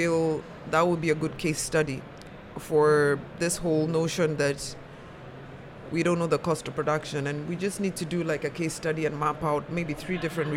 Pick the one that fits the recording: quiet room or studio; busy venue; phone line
busy venue